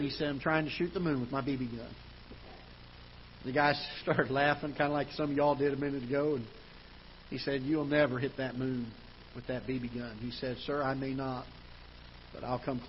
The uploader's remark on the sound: Ketha Heights Baptist Church ~ Live Broadcast